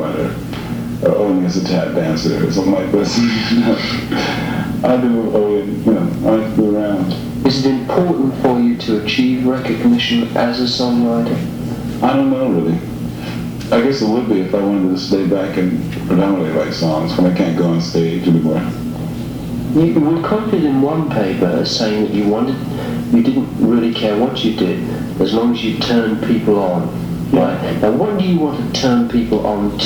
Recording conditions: live audience